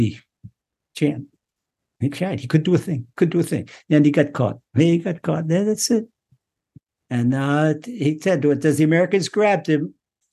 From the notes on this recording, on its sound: Recorded via TORCHzoom.